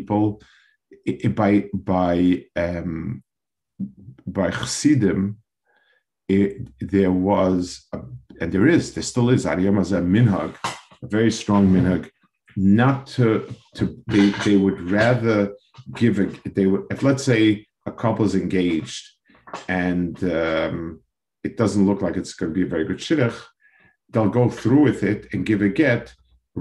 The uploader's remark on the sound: This shiur take place over Zoom